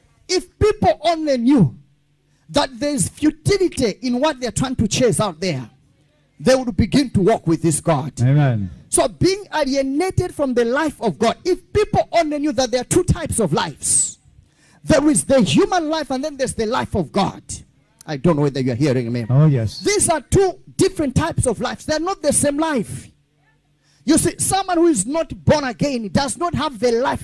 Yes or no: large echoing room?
yes